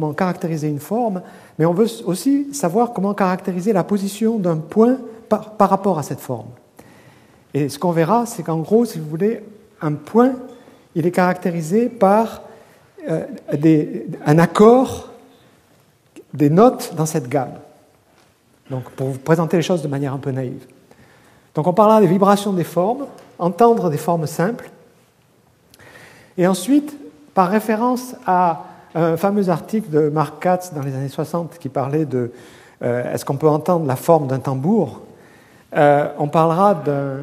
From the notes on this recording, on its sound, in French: Colloque de rentrée 2011 du Collège de France